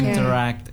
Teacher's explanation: Nge-stressin bagian act-nya di terakhir itu. Jadi interact gitu. · Term: stress syllable-nya